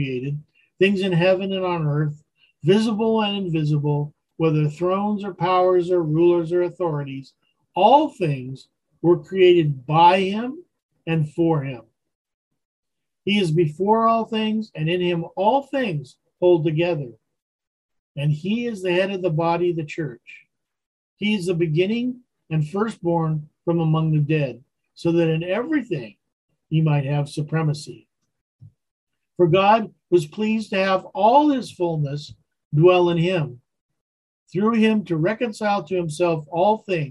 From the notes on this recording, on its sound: Wednesday Zoom study